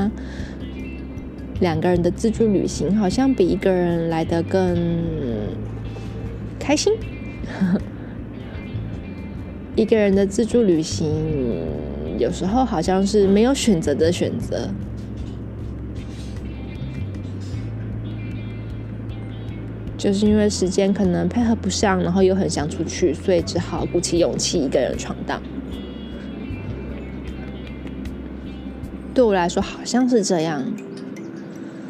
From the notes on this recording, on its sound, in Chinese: 葡萄牙里斯本漫旅 一個人旅行。國外雜音多，請多包涵。